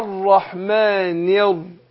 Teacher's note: لان الالف الوصل اللي هي بتاعه الرحيم سقطت عشان هي همزه وصل تسقط في وسط الكلام، وبعدها اللام مدغمه شمسيه اللي هي لام شمسيه، فصار بعد النون نطقت ايه، نطقت الراء، فبقول ايه الرحمن ير، يبقى نطقت بعد النون راء، سقطت همزه الوصل واللام الشمسيه ادغمت فين، في الراء